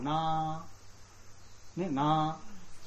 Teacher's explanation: なーが2秒ですね。ロングですから、母音ですから、なー。ね、なー。その時上がります。上がりますと、それも2秒です。